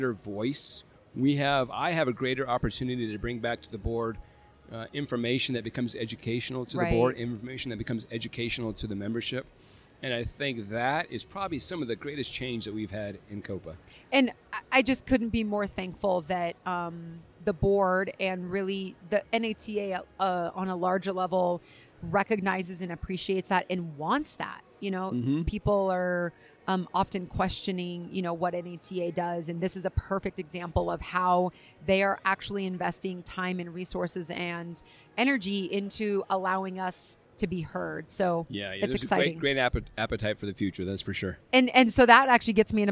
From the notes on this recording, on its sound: live from the Dragonfly Max Podcast Lounge